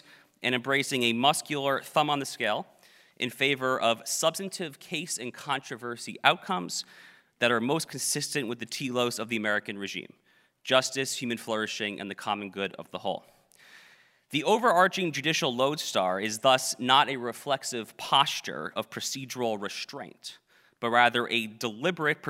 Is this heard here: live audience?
yes